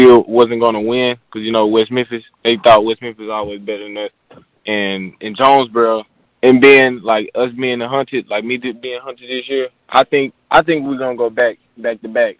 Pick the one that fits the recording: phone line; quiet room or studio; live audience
phone line